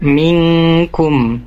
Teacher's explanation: ada nun sukun bertemu kaf, itu hukumnya ikhfa, ditahan dua harokat